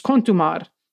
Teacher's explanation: Pronounced Cantimar. Said with an Italian O, and a rolled R.